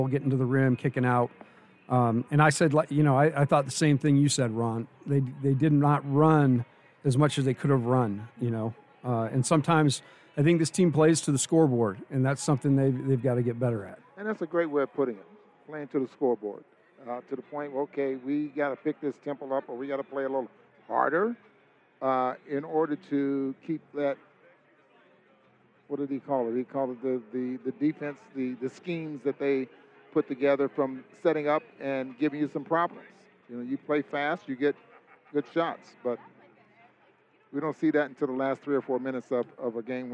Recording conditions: busy venue